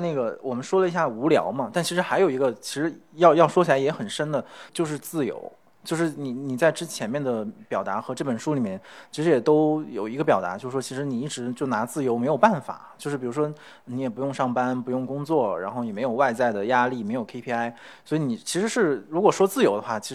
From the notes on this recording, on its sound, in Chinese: 进行了一场 播客 Live 。进行了一场 播客 Live 。